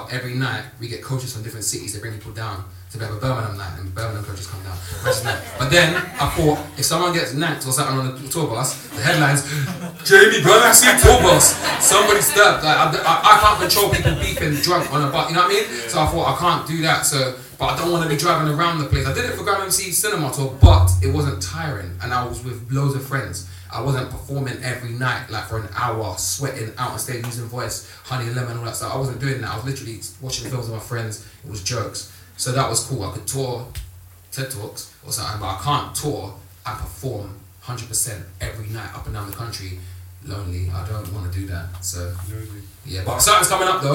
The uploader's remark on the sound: The Sitdown is a live Q+A event, where we sit down and interview special guests.